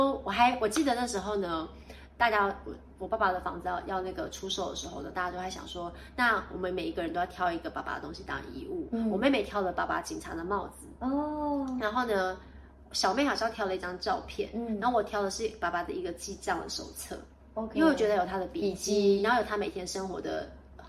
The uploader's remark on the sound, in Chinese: 本集不是在錄音室錄製，有點空間感